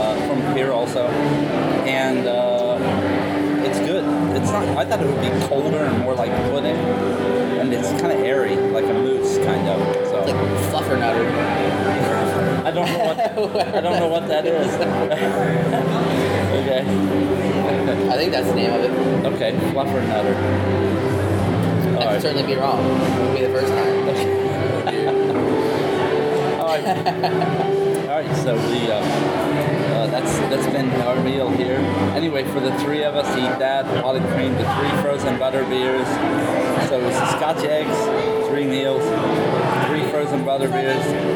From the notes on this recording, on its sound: Universal Orlando Audio Tour. Take you along as we eat at Leaky Cauldron, ride Hogwarts Express, do the Hogwarts castle walking tour and much more.